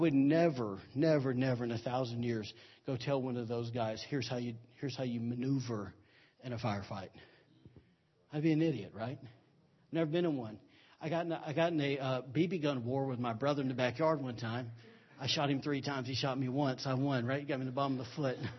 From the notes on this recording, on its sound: recorded on Sunday, February 12, 2017 during Sunday morning service at Celebration Life Family Church